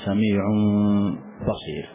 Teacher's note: وسمي إخفاء شفويا لأنه يظهر على الشفتين، فنقول سميع، فما نقول سميع نغلق نطبق الشفتين، وإنما نجعل فتحة يسيرة عند إخراج الميم مع الباء